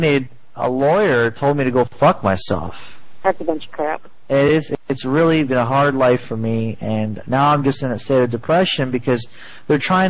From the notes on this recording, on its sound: Prank Phone Calls